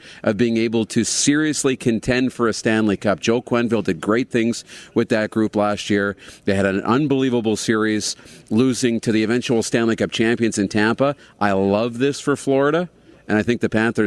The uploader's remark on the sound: Live from Winnipeg! Joins us LIVE in Canada Life Place!